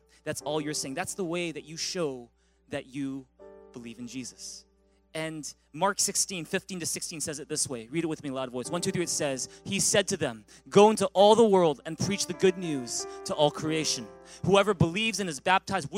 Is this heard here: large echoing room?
yes